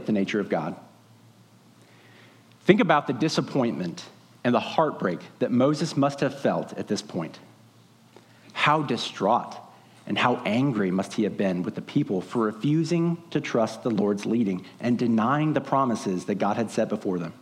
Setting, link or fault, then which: setting, large echoing room